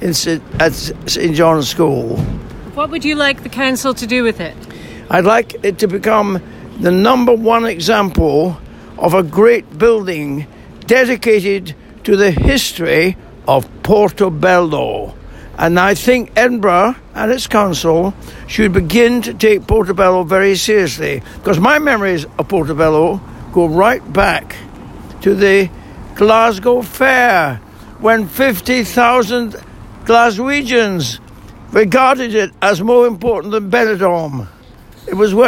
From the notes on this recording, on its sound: we spoke to him outside the City Chambers